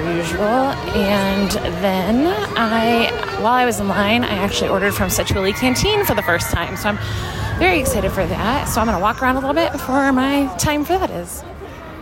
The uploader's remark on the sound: Live from Disney. Live from the parks.